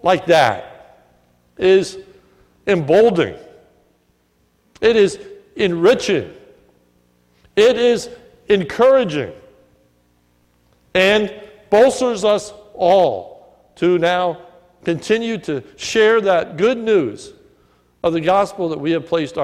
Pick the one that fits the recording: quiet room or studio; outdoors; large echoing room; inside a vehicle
large echoing room